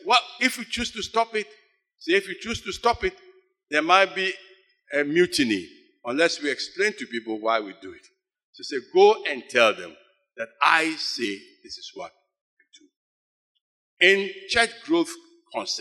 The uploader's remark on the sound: Sermon preached at CBC Shiashie Campus